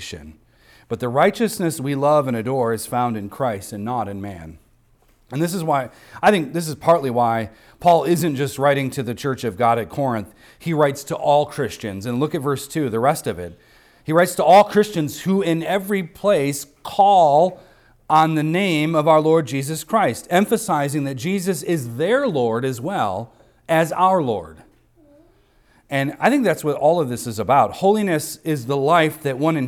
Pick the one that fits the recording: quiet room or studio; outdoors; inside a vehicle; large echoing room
large echoing room